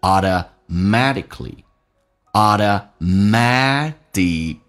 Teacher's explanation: K 是不用发音，因为后面也是一个辅音，气流阻塞一下